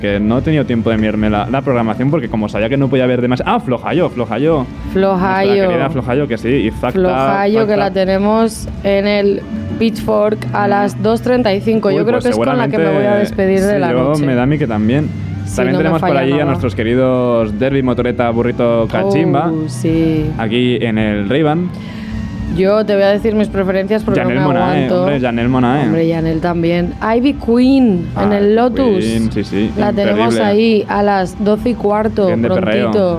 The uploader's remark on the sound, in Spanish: un programa especial ese mismo día desde el fòrum